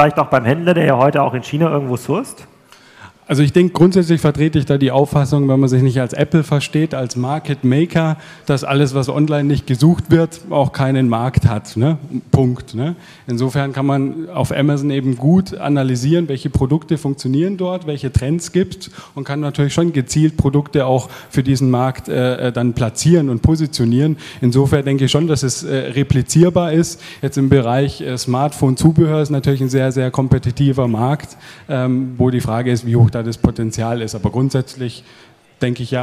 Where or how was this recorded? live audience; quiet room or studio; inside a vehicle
live audience